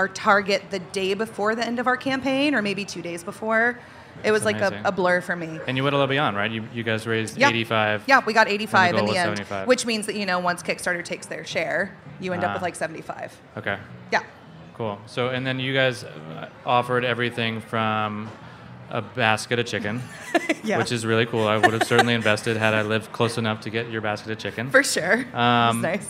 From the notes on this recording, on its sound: We sat down to chat in special live episode of Opening Soon.